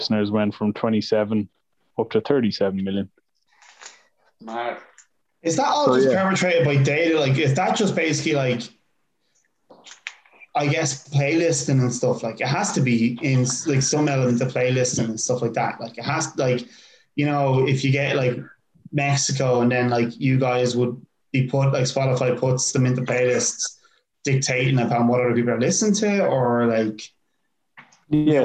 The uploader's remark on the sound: We failed at meeting up but thankfully we have zoom.